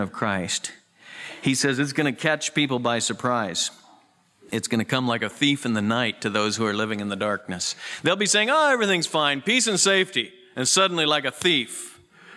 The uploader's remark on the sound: Southwest Bible Church in Beaverton Oregon